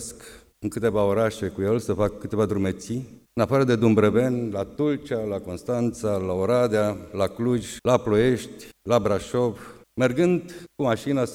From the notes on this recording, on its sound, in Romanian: Înregistrare din Aula Academiei Române.